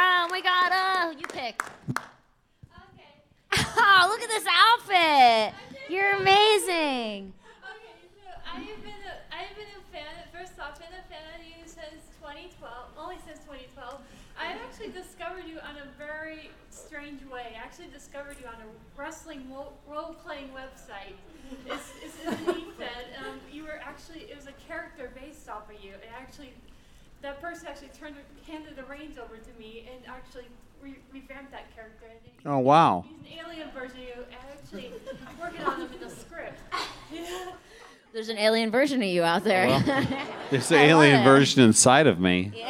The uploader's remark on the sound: LIVE at LA Comic Con! From the Studio71 stage at Los Angeles Comic Con 2019!